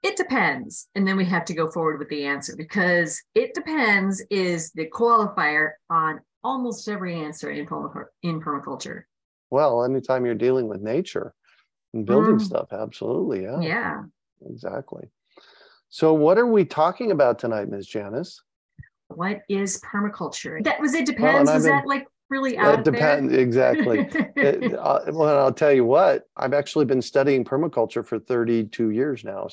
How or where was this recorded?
video call